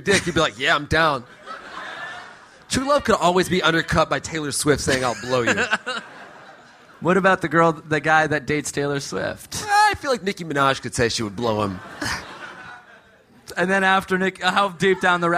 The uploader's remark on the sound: Live from Austin! Live from Austin, Texas!